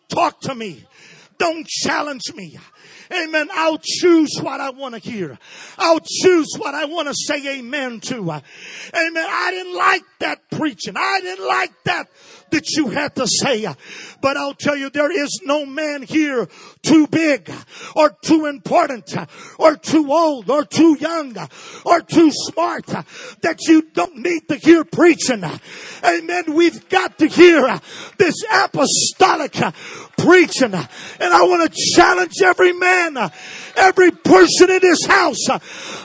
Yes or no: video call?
no